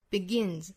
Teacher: 最后 begin 后面的这个 S 要读浊音